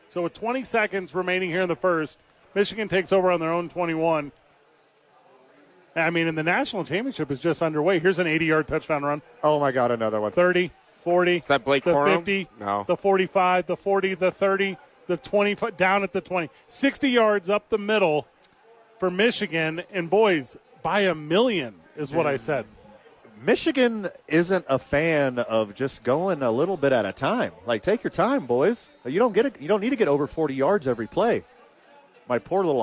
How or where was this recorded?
busy venue